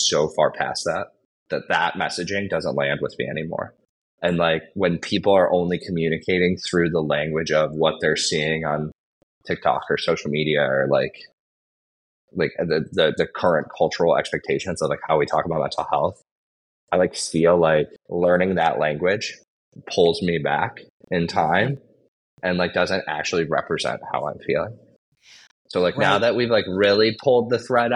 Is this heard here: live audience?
no